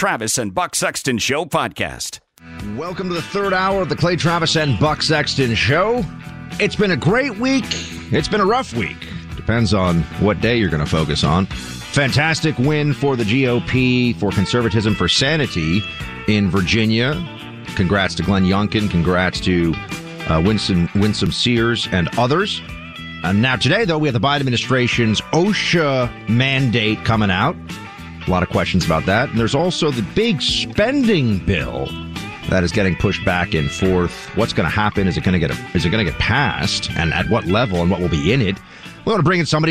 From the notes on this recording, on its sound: phones